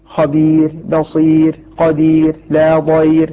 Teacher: أي أن الراء إذا وقفنا عليها فسكنت وكان قبلها غير الفتح والضم ترقق